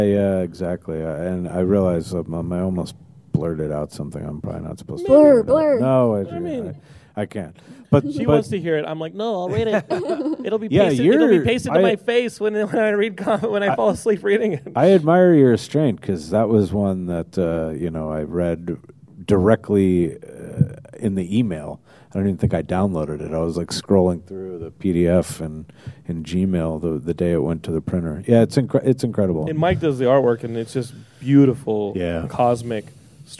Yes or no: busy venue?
yes